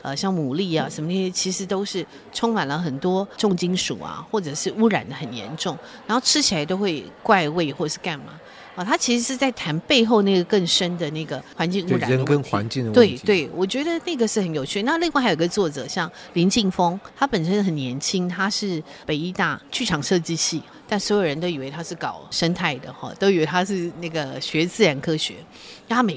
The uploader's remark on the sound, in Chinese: 活動現場訪談